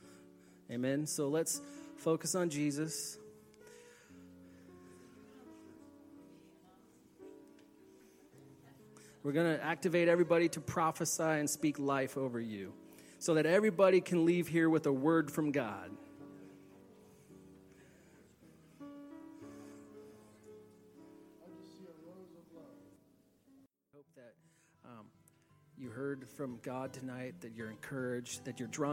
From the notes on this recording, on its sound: Please forgive some of the sound quality as this was recorded live in a church